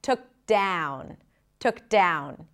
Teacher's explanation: Then we connect the K to the D, took down. The ow vowel is a diphthong, just like with the word out, starts with the a as in cat. So even though it's spelled with an O, it's like a front a sound.